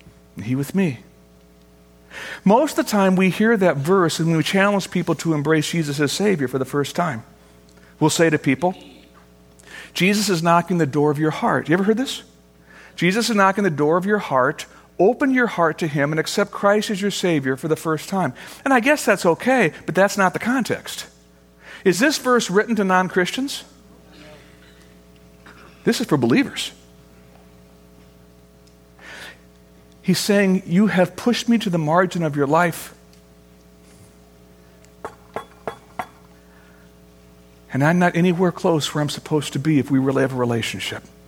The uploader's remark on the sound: Originally recorded on June 9, 2013, at Fellowship Missionary Church, Fort Wayne, IN.